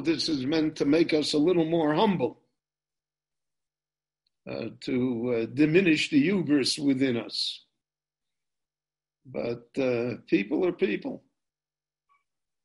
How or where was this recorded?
video call